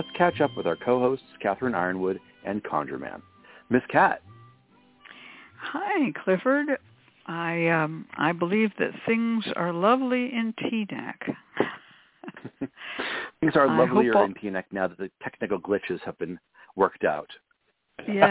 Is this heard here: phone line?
yes